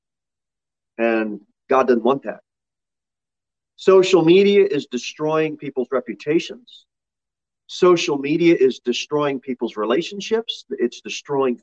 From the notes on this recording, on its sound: Sermon delivered at Pilgrim Baptist Church on Thursday, March 9, 2023, at 6:15 pm. Jere Whitson Rd. Pilgrim Baptist Church is a bible-believing, independent Baptist church.